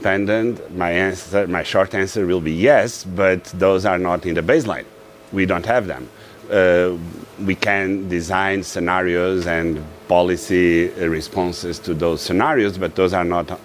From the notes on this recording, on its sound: We are live in Davos at the World Economic Forum